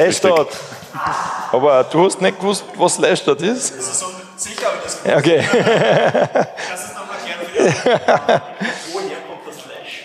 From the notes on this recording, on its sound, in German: (glt18). Zwei Teams aus dem Publikum treten gegeneinander.